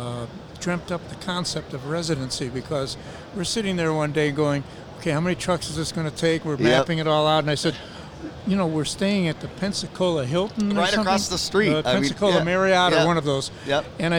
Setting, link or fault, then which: setting, busy venue